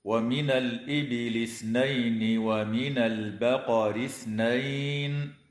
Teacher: أما بعد، فقوله تعالى: ومن الإبل اثنين ومن البقر اثنين، لام التعريف في كلمة الإبل وقعت قبل الهمزة فحكمها الإظهار، وكذا اللام في كلمة البقر وقعت قبل الباء فحكمها الإظهار أيضا، ويجب إخراج طرف اللسان عند النطق بحرف الثاء كما في كلمة اثنين